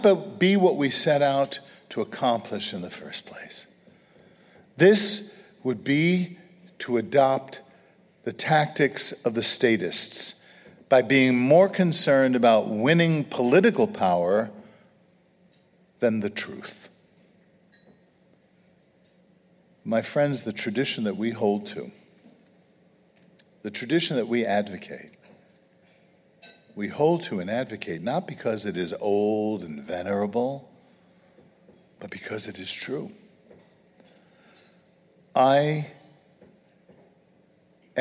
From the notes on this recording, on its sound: an audience of Acton supporters and friends gathered in Grand Rapids, Michigan